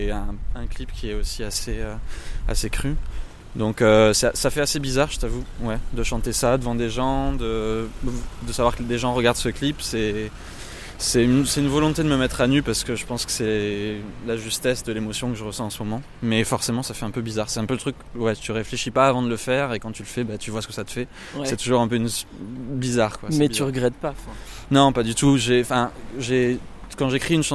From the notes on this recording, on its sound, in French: Un épisode enregistré aux Transmusicales de Rennes, juste après le concert, avec deux chansons en acoustique.